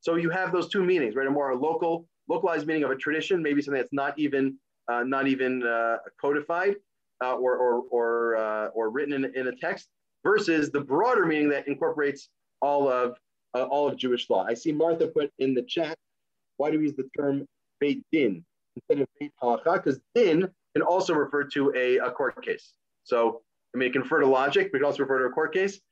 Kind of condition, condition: link, video call